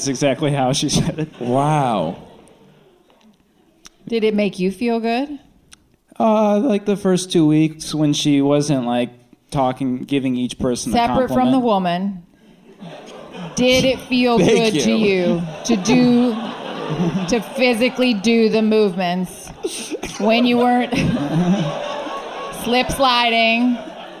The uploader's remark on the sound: Live from the Dynasty Typewriter Theatre